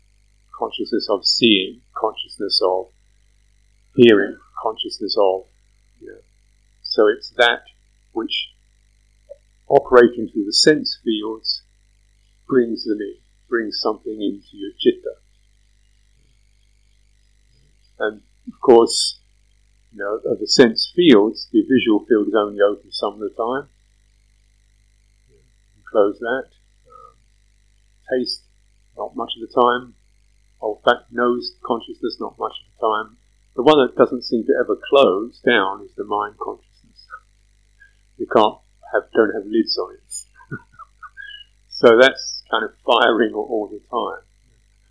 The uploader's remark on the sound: Sound quality poor due to removal of background noise. This talk is truncated by 7 minutes due to excessive noise.